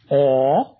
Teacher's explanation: O is low and back.